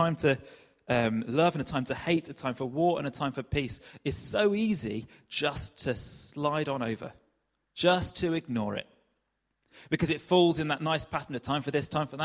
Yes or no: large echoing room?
yes